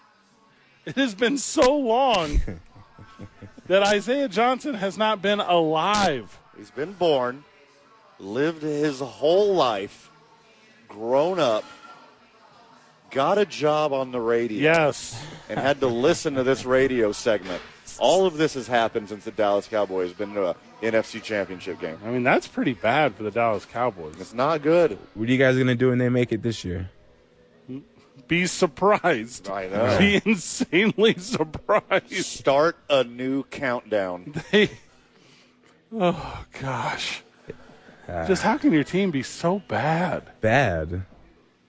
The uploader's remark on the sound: live at Hollow Spirits